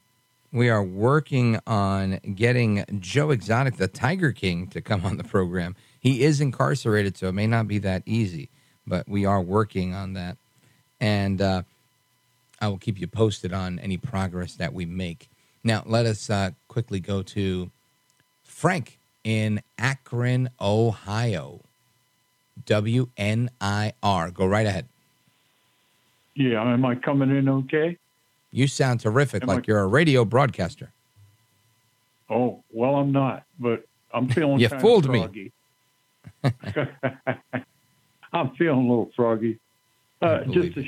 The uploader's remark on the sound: we take your calls in open phones across America